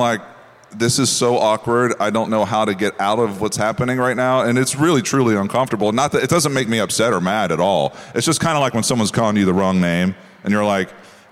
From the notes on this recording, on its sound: joined us live from CMA Fest